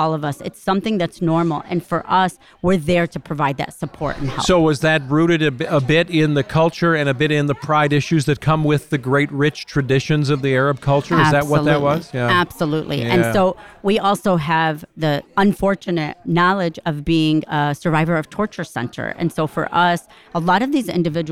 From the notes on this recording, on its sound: we’ll be bringing you conversations from the Mackinac Policy Conference